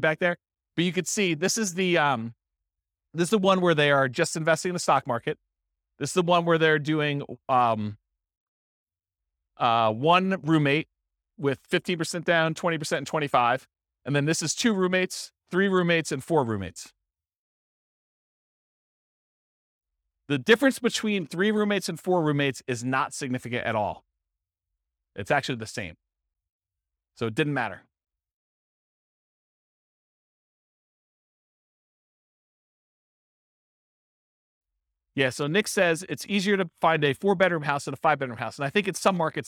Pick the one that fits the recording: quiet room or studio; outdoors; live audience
live audience